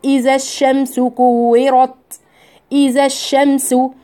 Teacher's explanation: حذفت حرف الألف اللي في إذا علشان أدخل بعد كده على الساكن التاني اللي هو اللام